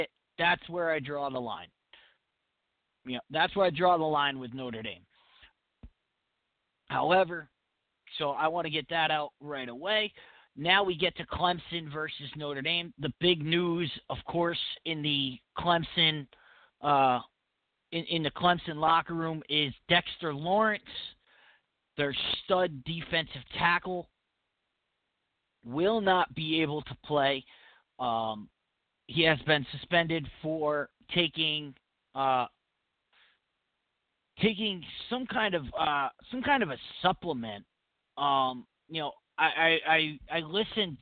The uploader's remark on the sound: your phone calls